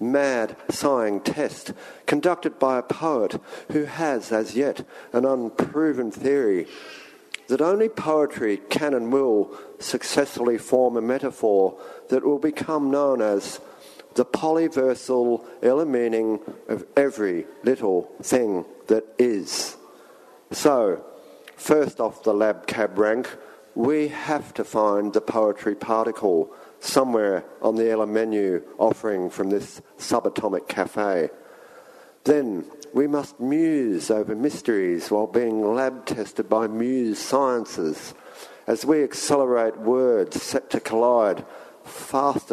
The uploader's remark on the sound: at Dancing Dog Cafe, Footscray.